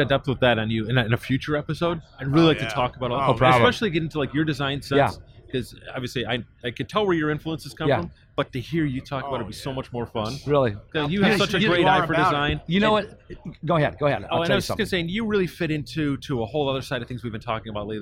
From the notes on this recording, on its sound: Recorded in The Round Six Experience at the 70th Grand National Roadster Show